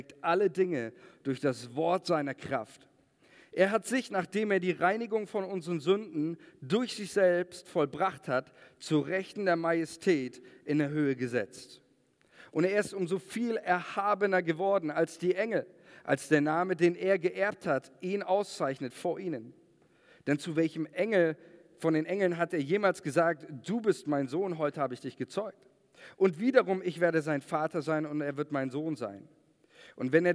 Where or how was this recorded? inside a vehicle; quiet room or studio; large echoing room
large echoing room